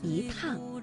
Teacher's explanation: 而在去声字之前呢，要变成阳平